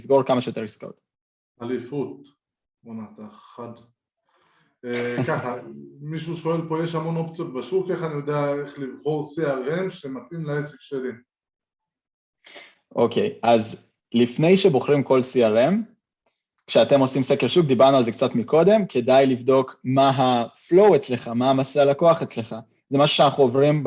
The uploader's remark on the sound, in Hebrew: השיחה שלנו הייתה בלייב באינסטגרם אבל גם הוקלטה בזום.